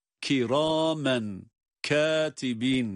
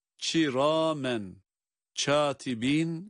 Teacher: yöresel bir ağızda ç'ye yakın, bakınız ç harfine yakın bir sesle · Shown in: second take · çiramen, katibin şeklinde okumak yanlış olduğu gibi.